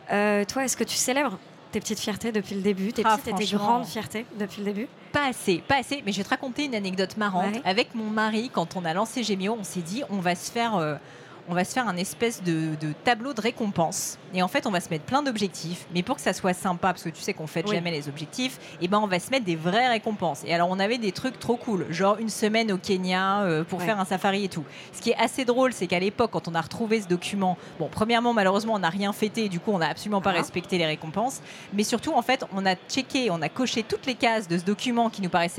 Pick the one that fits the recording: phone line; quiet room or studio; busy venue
busy venue